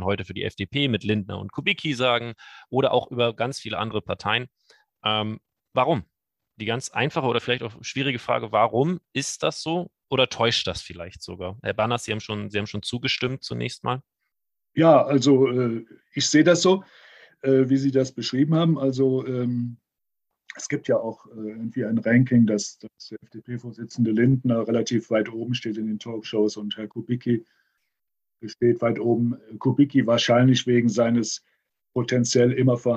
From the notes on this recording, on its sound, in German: September 2021 online aufgenommen.